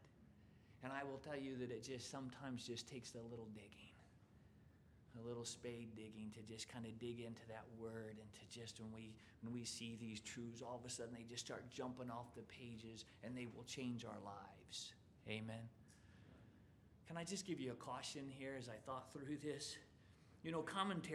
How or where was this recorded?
large echoing room